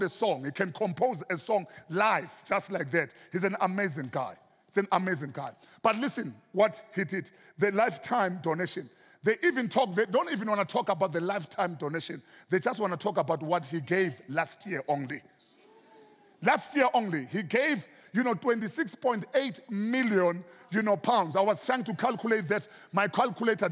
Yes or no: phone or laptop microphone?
no